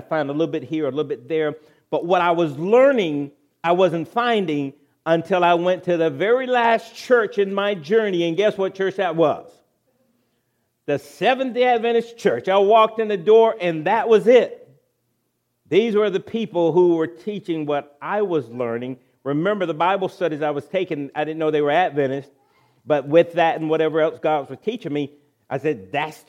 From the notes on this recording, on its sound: recorded April 22, 2023, at Ringgold Seventh-day Adventist Church.